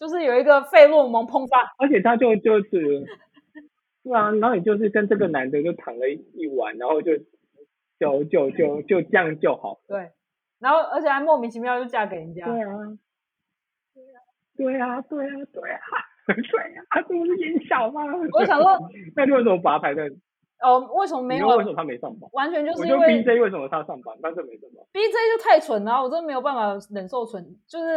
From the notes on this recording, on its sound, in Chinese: 首次搭檔錄音。第一次錄影，音質不好，請見諒！